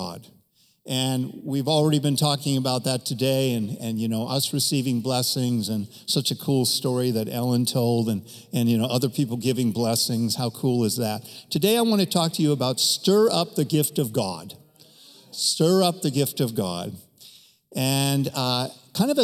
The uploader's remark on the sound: Recorded from our 11am in person service in Meridian, Idaho.